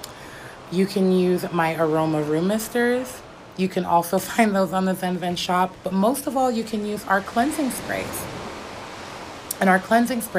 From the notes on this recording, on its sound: Hawaii!! You will hear the waves crashing the sound of the people and children laughing, the wind the birds chirping and just the sound of nature in it's essence. I thought that Hawaii would be the perfect location for today's episode.